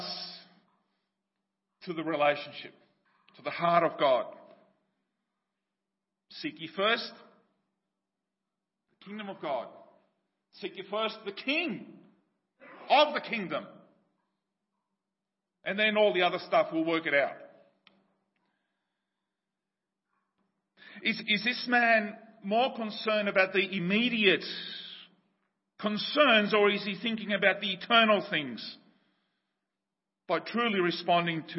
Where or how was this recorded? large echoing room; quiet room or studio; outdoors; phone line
large echoing room